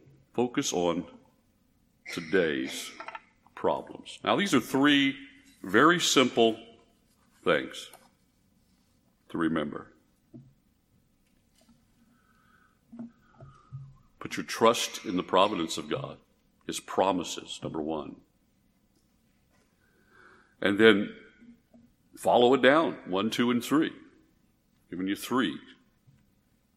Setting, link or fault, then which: setting, large echoing room